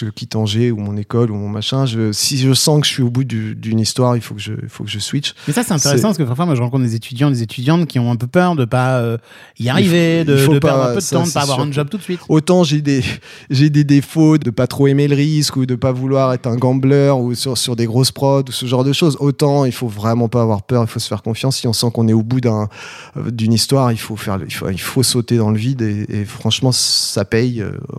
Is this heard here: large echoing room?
no